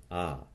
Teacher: the ah of RP, start, bath, palm, is a fully open, unrounded vowel lying between back and central. So an advanced ah, if you will.